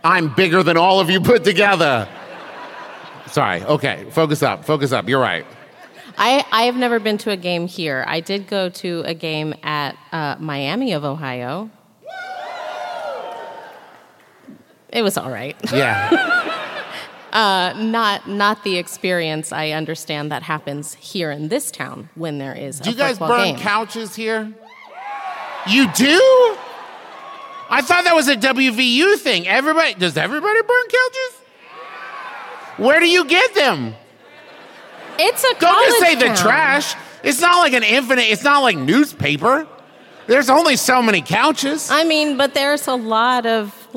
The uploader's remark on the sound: This week’s episode is the LIVE show from Columbus, OH!